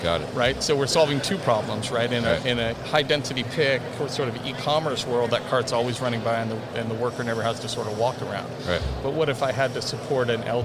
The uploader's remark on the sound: SnapFulfil at MODEX 2020.